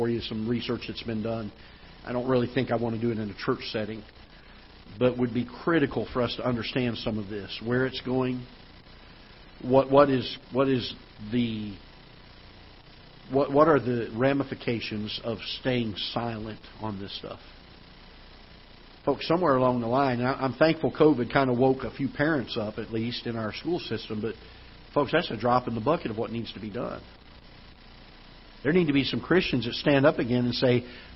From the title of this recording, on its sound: Ketha Heights Baptist Church ~ Live Broadcast